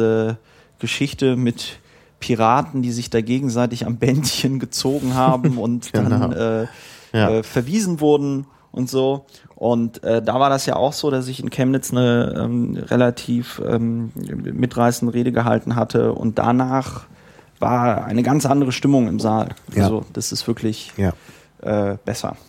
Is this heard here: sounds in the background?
no